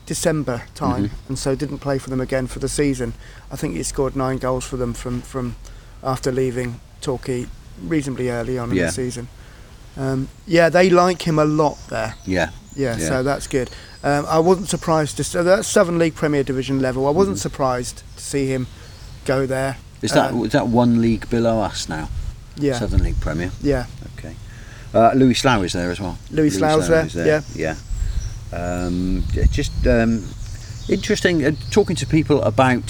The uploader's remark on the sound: Sitting outside in the sunshine in Babbacombe while the birds sing their songs around them. With added birdies, of course.